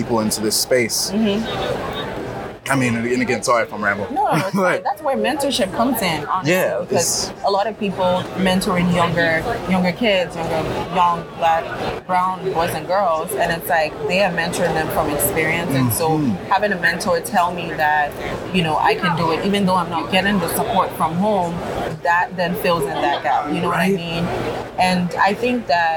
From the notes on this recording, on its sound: Live at ANTEC® 2022.